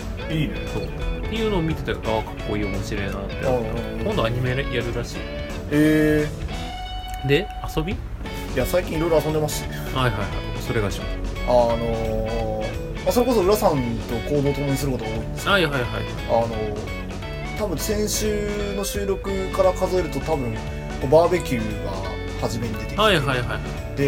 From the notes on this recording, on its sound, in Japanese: 録音機材：iPhone7